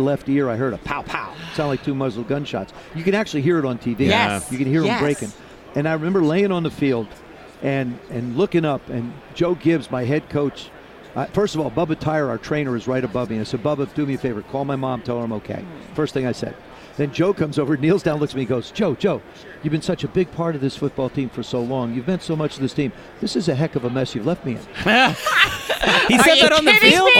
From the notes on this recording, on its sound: live at radio row, ahead of the big game in Atlanta